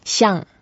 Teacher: 相 is the fourth tone, so we go down.